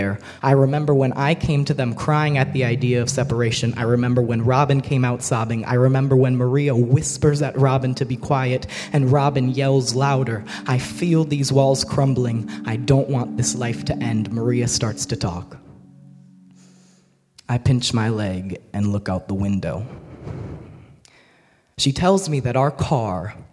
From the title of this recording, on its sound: Snap Judgment LIVE in DC!!